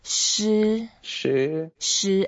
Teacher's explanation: it's a first tone, and you can make it slightly longer